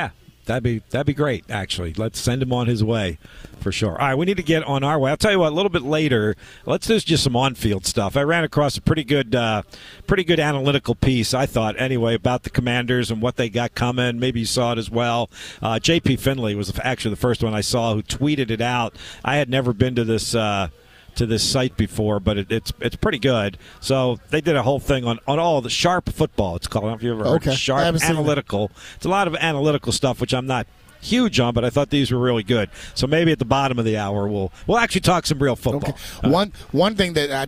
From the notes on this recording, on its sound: live from Colonial Downs